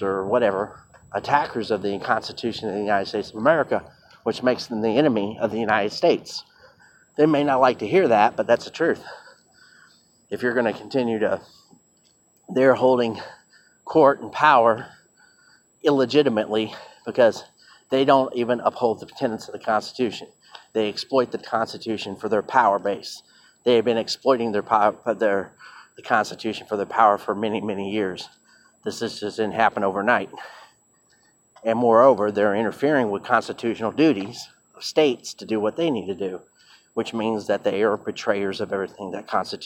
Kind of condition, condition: setting, outdoors